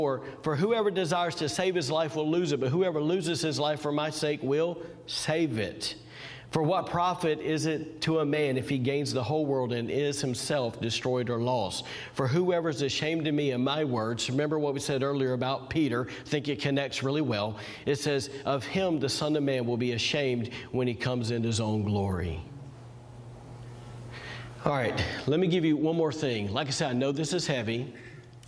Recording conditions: large echoing room